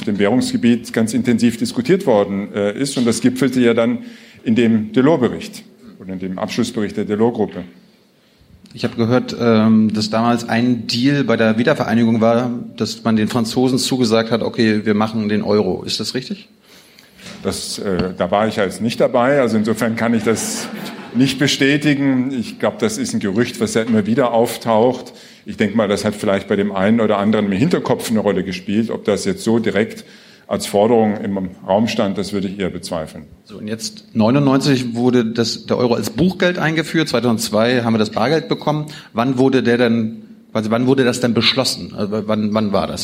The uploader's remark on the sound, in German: Filmen durften wir es auch und veröffentlichen es hier nun ungeschnitten. Im "Makerspace Tatcraft" im Frankfurter Osten aufgenommen.